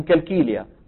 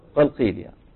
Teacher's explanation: هي واحد، بجعله كافا، مثل كثير من مناطق فلسطين بيجيبوا القاف كاف · Shown in: first take